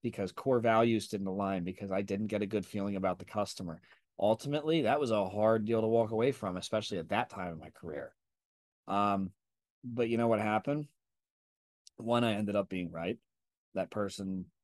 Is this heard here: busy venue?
no